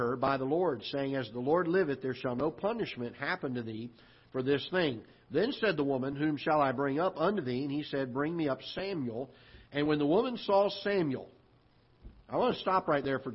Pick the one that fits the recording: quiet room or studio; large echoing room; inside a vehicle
large echoing room